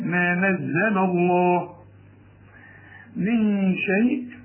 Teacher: ولما تيجي على اسم الجلال هنا بقى اللي قبل مفتوح اللام هتفخم